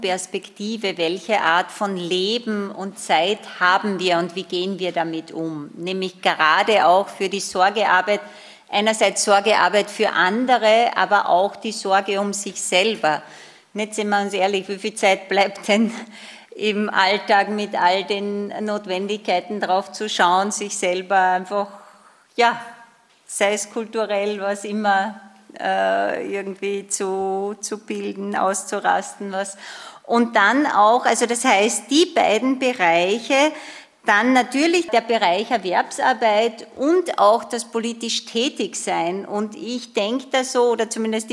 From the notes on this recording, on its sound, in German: der anschließenden Diskussion rund um die Wortmeldungen aus dem Publikum